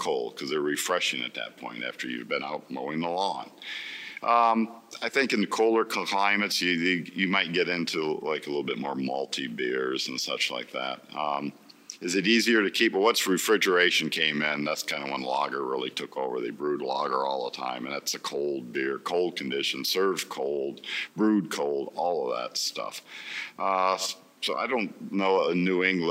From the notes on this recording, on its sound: back in the field, this time at New England Real Ale eXhibition ( NERAX ) in Boston!